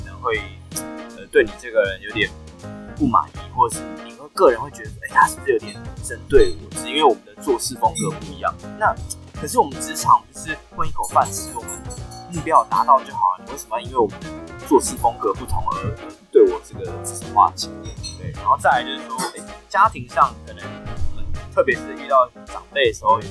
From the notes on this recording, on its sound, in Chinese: 本集音檔為 2019 年錄製，錄製時收錄較多環境雜音，已降噪處理加上背景音樂